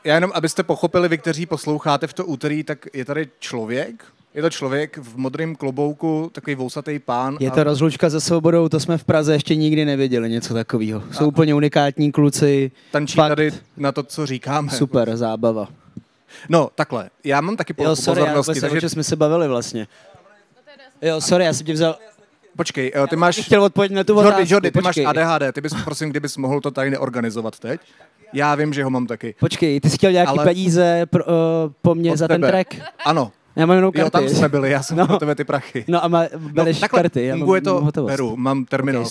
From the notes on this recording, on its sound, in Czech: na stage festivalu United Islands